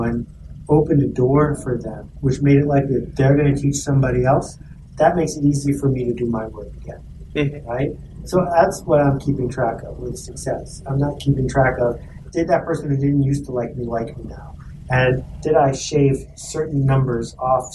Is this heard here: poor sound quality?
yes